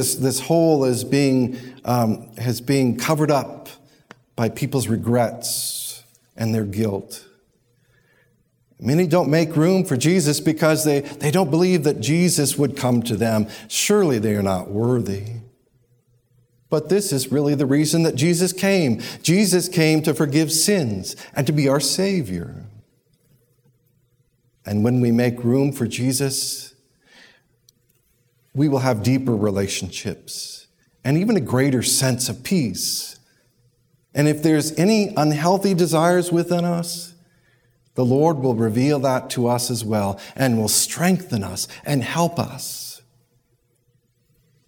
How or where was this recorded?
large echoing room